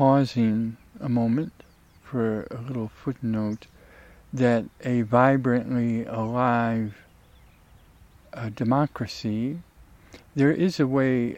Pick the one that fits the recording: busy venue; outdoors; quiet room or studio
outdoors